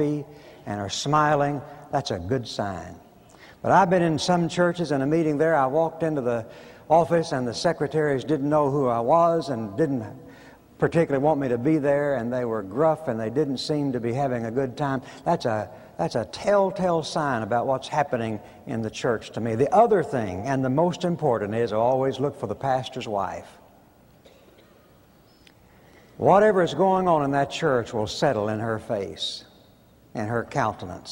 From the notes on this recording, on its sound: preached at Bellevue Baptist Church in 1990